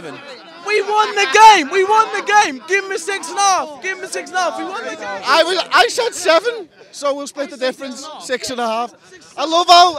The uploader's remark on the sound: We're here outside Anfield.